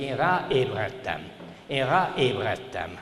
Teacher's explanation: A ébred elejére automatikusan berakja a hangszalagzárt.